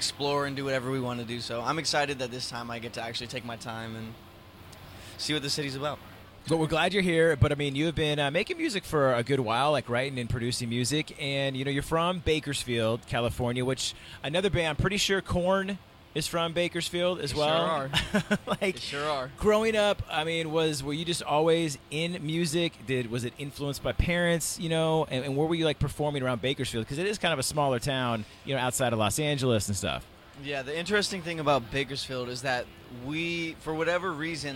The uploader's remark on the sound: The Mix is live backstage at Lollapalooza 2023! The artist swung by the Mix tent backstage at Lollapalooza.